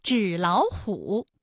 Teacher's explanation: 个字它本来是三声，变成了二声。好，这是第一种组合啊。我们再来看第二种三音节的三声组合。这里呢也要分两种情况来说明。第一种，比如说游泳馆，这是一个三音节的三声组合。我们首先应该对其进行一个语义的划分，那我们就会发现了，比如说展览馆三个字三声，它的语义可以分成展览和馆。这种情况下的音变情况啊，应该是第一个音节第二个音节都变成三五，就是二声，哎，也就成了本来是三个三声吧，二幺四加二幺四加二幺四，那演变成了前两个音节是二声，也就是三五，三五加三五，最后一个字是二幺四。那类似的词还有像手写体、洗脸水，是不是前两个字都是二声，第三个字是三声呢？哎，这是第一种情况。我们再来看第二种情况，纸老虎。我们也是要把语义划分一下，成纸和老虎。那么这种情况下音变的情况就应该是第一个音节变成二幺，第二个音节变成三五。你看本来也是三个三声词，它都是二幺四加二幺四加二幺四，对不对？那么现在我们改成二幺四加上三五再加二幺四。那类似的词还